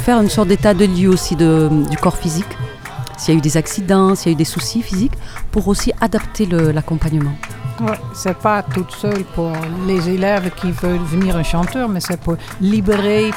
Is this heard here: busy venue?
yes